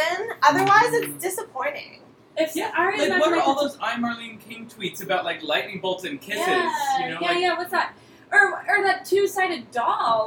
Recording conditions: background noise